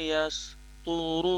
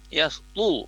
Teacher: to-nya itu dilafazkan tebal ya, karena huruf to itu termasuk tafkhim mutlak. Huruf tebal mutlak yang pada saat posisinya fathah, kasrah, dhammah maupun sukun, dia tetap dilafazkan tebal ya.